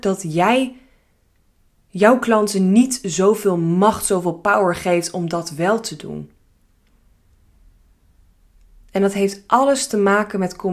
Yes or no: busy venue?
no